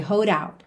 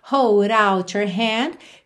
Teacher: Aqui ele juntou hold com out com rarara no D, hold out.